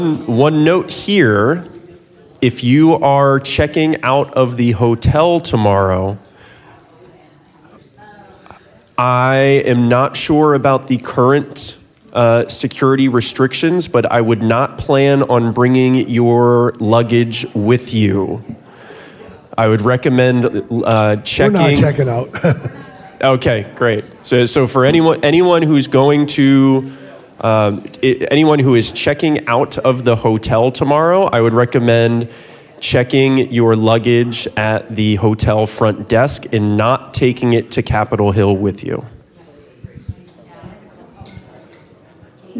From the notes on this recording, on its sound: 2023 DC Leadership Conference Luncheon Speakers